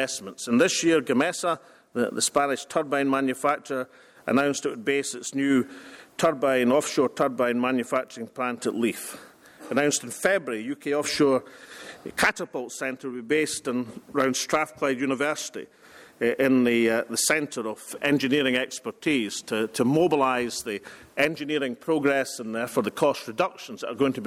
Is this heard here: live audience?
yes